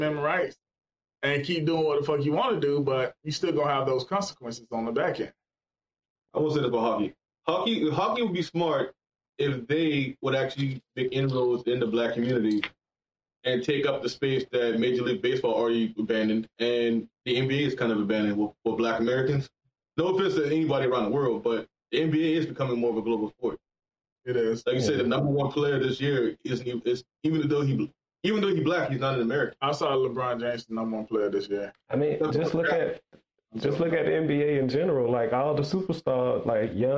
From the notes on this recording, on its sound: We would like to take this time however to apologize for the audio. The cameras we used for conferences allowed us the opportunity to do a lot of editing on the back end to create the best listening experience we could.